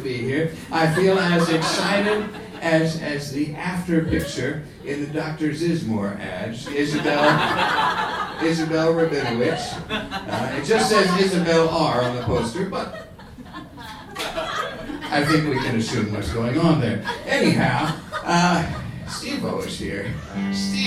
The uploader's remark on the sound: A gigantic live show at Brooklyn’s Union Hall.